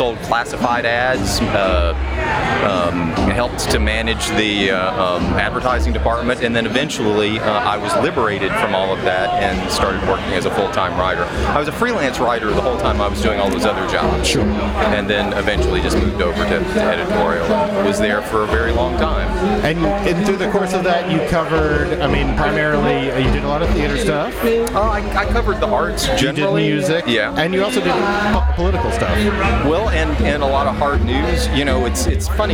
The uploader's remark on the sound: on location at Midtown Con.